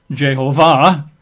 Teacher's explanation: technically the emphasis would be on the final syllable, Jehovah. Some people that like that particular word but aren't comfortable with the J sound, they pronounce it Yehovah.